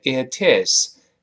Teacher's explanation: 连到一块儿，它会发生轻轻的浊化